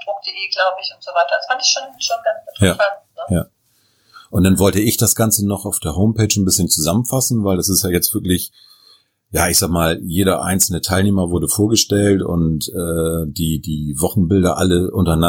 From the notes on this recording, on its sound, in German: Leider hatten wir erhebliche technische Probleme, die Tonqualität lässt echt zu wünschen übrig.